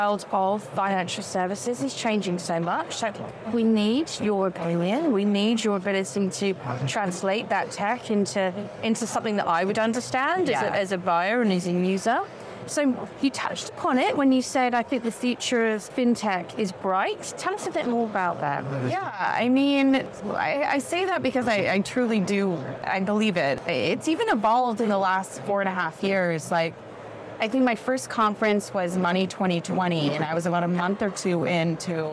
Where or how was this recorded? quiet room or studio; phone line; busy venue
busy venue